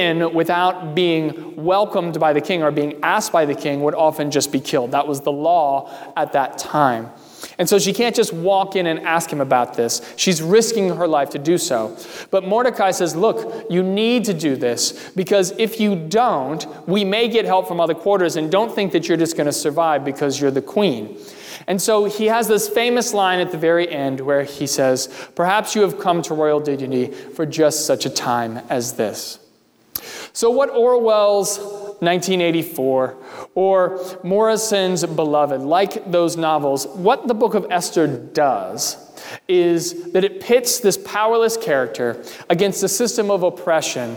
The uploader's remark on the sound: during the Sunday July 19, 2020 service, at First Presbyterian Church of Arlington Heights, Illinois.